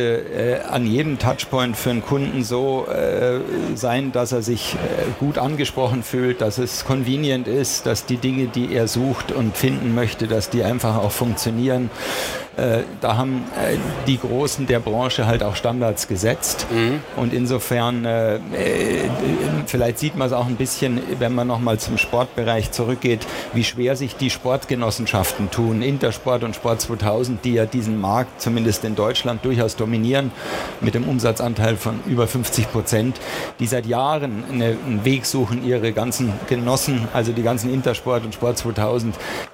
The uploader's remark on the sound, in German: aufgezeichnet auf der Internet World Expo 2018 in München